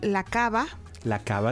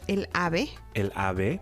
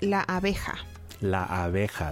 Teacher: I want you to think of it as a bilabial fricative, which is a sound that doesn't exist in English.